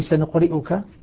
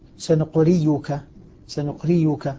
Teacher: أبدل الهمزة المضمومة بعد الكسر ياء، مضمومة بعد كسر · Shown in: second take · Term: مذهب الأخفش